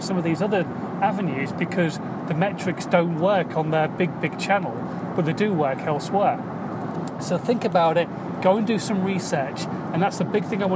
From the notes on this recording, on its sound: In My Car.